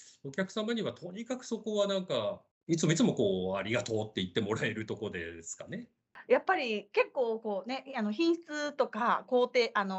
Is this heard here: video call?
yes